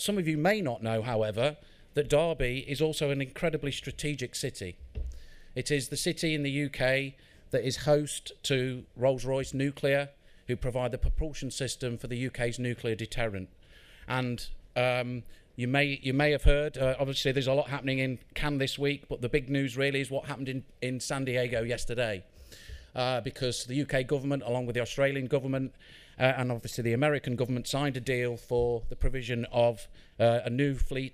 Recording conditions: busy venue